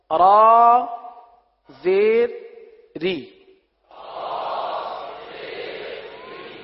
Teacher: را کے نیچے زیر آ جائے تو را کو باریک پڑھتے ہیں